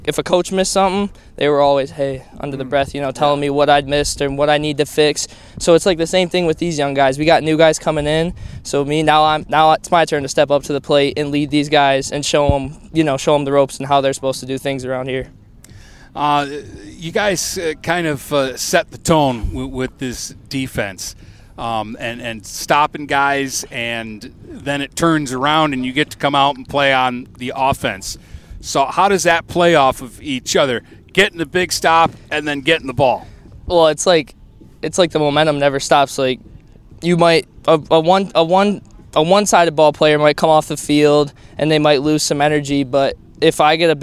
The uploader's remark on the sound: Live From Port Huron High Football Camp!